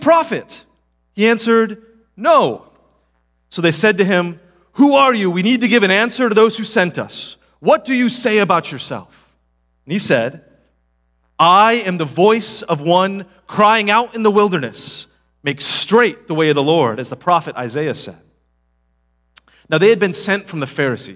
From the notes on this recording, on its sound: Palm Vista Community Church Live Stream on August 27th, 2023